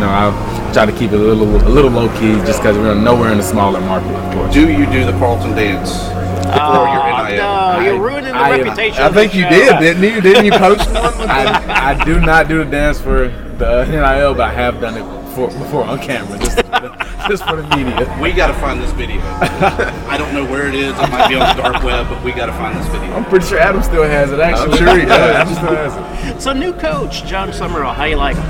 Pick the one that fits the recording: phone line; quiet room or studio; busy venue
busy venue